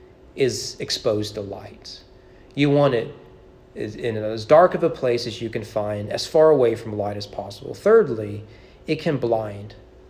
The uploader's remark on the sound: Sermon preached at East Frankfort Baptist Church on August 8, 2022 during evening worship.